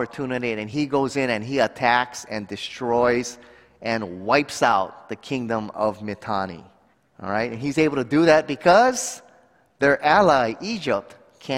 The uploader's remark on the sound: At a recent conference hosted by the Waialae Baptist Church in Honolulu, Hawaii. 2021 Waterhouse Lecture Series.